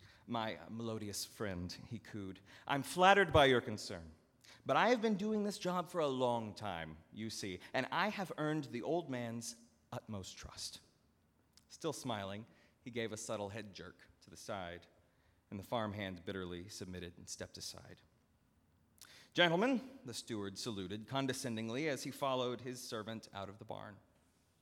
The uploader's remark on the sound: at Northminster Church on September 22, 2019